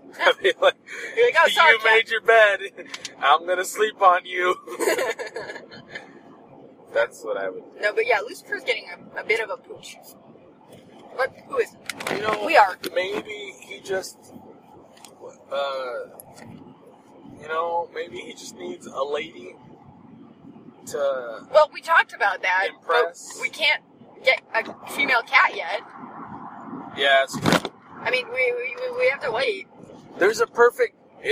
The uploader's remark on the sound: My better half and I record while driving to Utah.